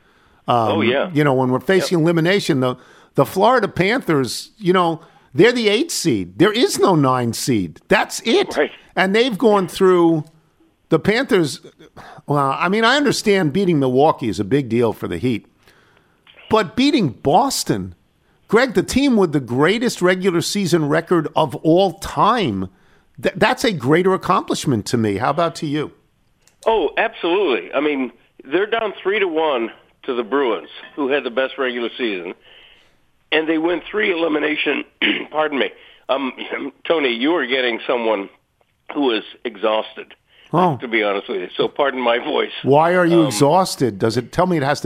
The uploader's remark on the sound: Calls. Phones.